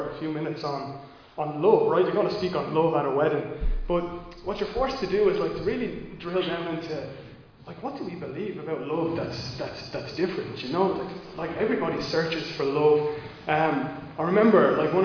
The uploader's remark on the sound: Recorded live in Liberty Church on 10 April 2022